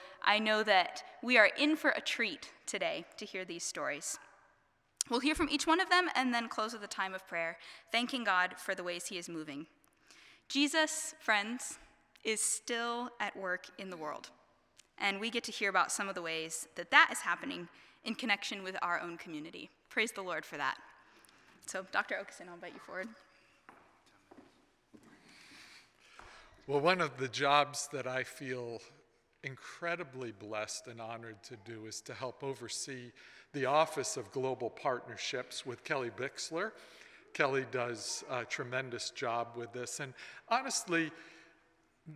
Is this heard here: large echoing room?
yes